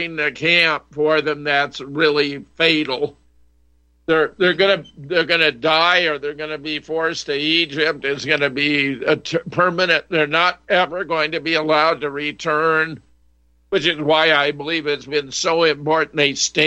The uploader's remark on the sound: opens phone lines to callers